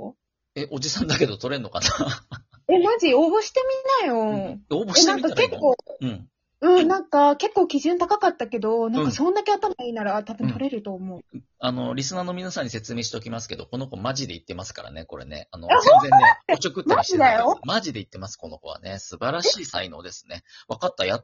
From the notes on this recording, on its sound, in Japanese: From Radiotalk。2人組。笑い声あり。ゲストと一緒に配信。リモート収録。男女ペア。